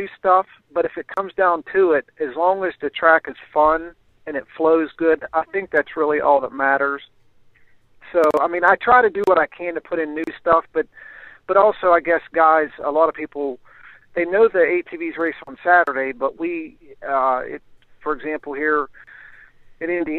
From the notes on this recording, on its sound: on the phone